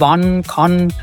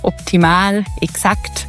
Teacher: im Bayerischen gibt es so zwei verschiedene A-Laute. Das ganz dunkle A, was mehr so in Richtung O geht, so O wie in wann, kann.